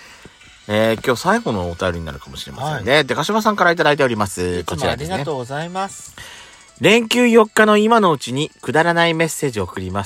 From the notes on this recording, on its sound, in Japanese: From Radiotalk。パーキング収録。